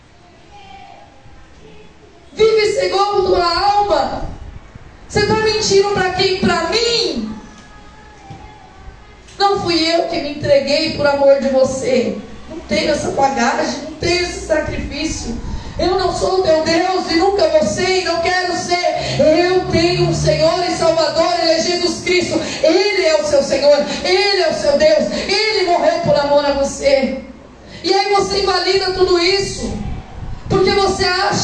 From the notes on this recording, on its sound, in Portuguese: Culto gravado no dia 29/10/2023 na Igreja Desfrutar do Amor de Deus em São Paulo. CampoLimpo.